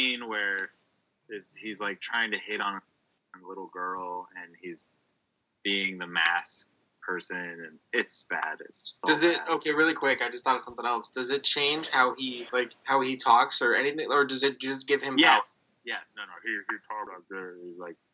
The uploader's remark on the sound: We tried recording this episode on Skype and ran into a number of issues with the audio saving/skipping randomly so I edited it the best I could.